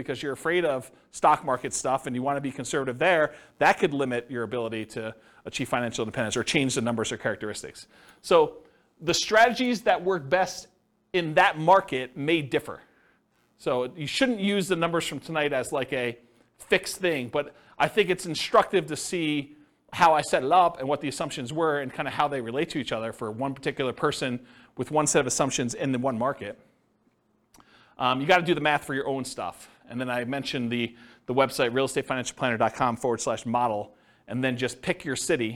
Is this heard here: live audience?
yes